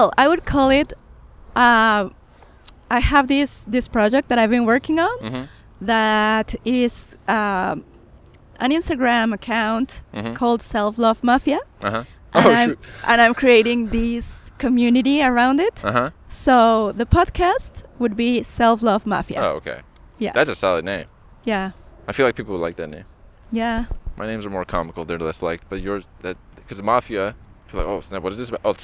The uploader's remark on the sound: This episode was recorded at Pan Pacific Park in West Hollywood.